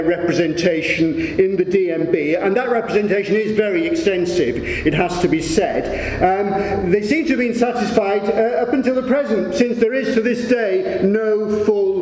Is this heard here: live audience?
yes